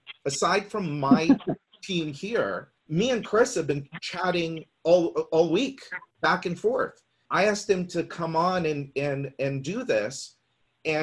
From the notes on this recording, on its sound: we’re sharing the audio from a webinar with you